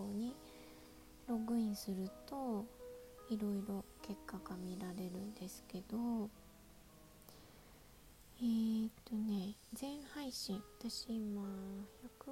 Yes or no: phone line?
no